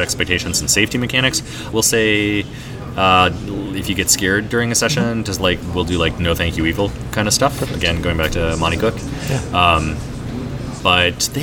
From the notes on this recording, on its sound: a live interview recorded at Gen Con 2019